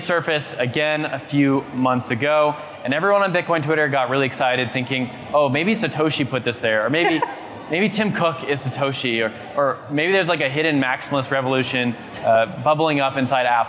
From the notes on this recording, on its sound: "The Hash" is live from Consensus in Austin, Texas